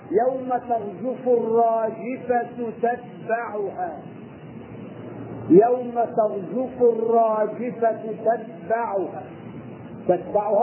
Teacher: المطلوب منك وأنت تقرأ أن تحافظ على بقاء التاءات الثلاث وتعطي كل تاء صفتها من الشدة فلا تهمل تاء من أجل تاء وتضيع تاء من أجل تاء.